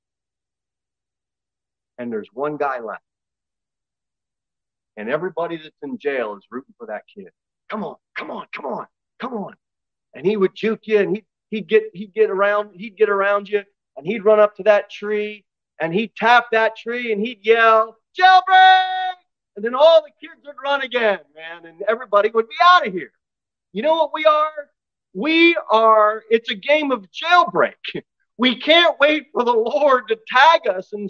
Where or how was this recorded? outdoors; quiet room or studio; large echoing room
large echoing room